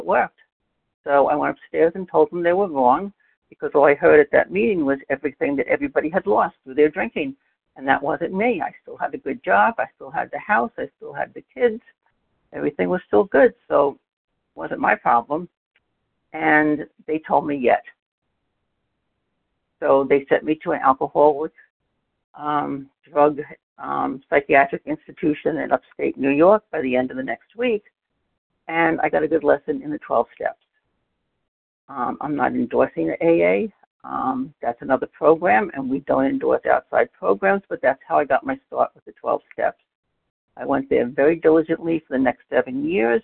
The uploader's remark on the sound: 100 Pounders Phone Meeting